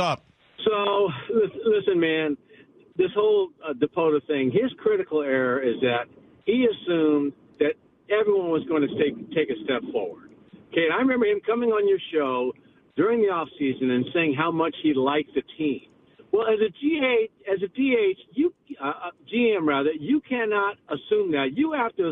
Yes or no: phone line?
yes